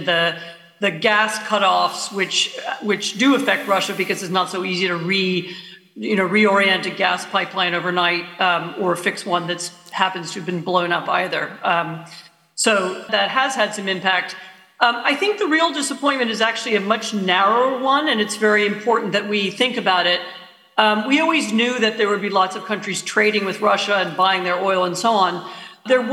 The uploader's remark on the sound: This episode is part two of our live event. This conversation is part of Intelligence Squared’s live debate partnership with the Southbank Centre.